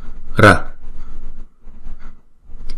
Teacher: Âm AR này là chỉ đánh lưỡi thôi chứ không đọc là R ha.